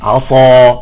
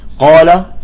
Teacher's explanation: حرف استعلاء وليس حرف إطباق، بينما الصاد هنا هو حرف استعلاء وإطباق. فيقول لك في هذه الكلمة في العصا يكون التفخيم أقوى من قال